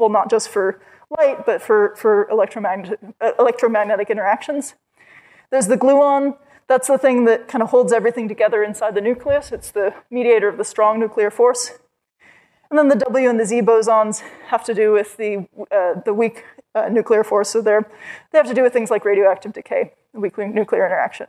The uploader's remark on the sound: Perimeter Institute Public Lectures